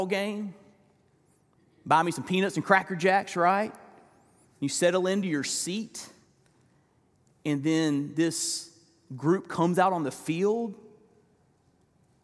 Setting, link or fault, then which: setting, large echoing room